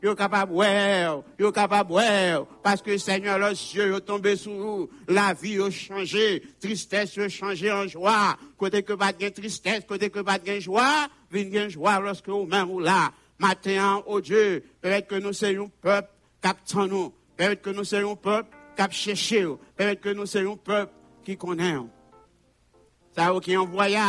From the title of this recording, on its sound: Sunday Service Live